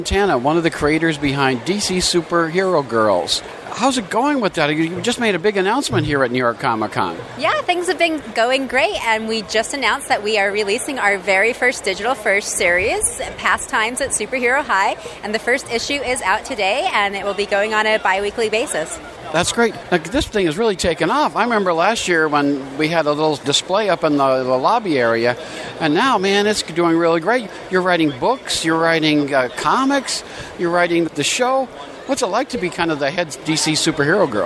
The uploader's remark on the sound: all of which took place at this year’s New York Comic Con from October 6 through 9!